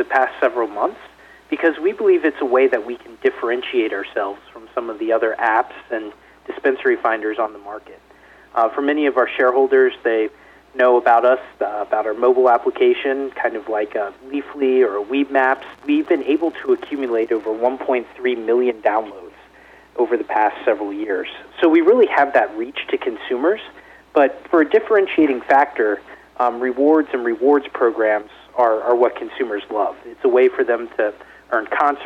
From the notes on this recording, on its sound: called in to SmallCapVoice.